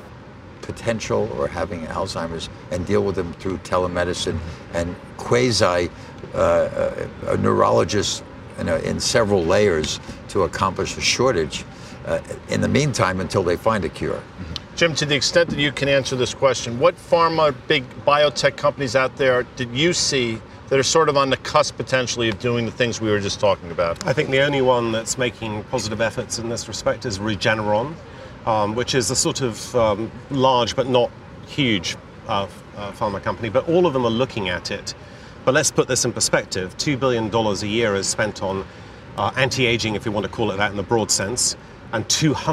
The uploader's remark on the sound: we’re back for a second day at the iConnections Global Alts Conference in Miami Beach